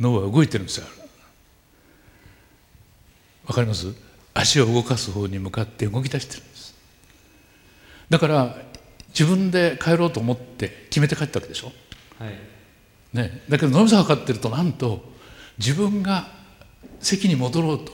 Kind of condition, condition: setting, live audience